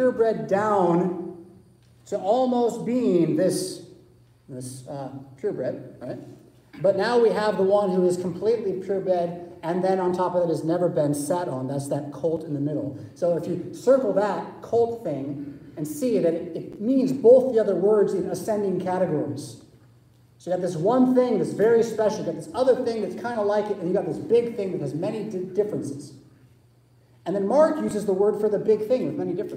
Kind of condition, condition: setting, large echoing room